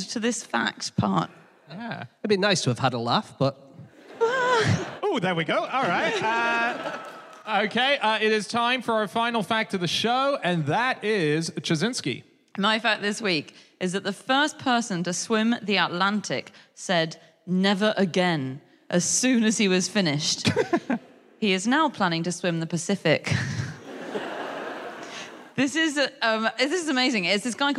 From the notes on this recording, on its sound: Live from Coventry